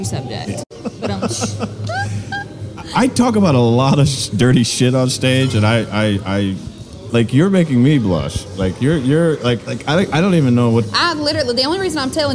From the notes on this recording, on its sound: Recorded at Party Fowl in Nashville, TN